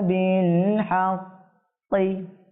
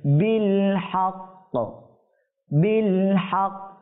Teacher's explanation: থামার কারণে কফে সাকিন হয়ে যাবে · Shown in: second take